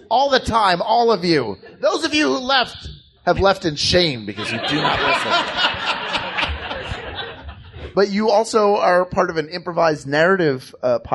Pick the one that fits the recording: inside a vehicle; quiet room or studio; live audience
live audience